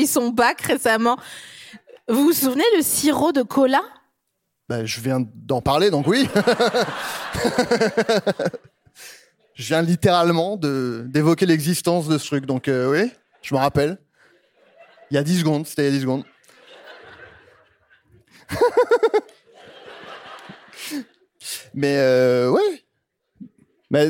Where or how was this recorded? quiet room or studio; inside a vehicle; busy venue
busy venue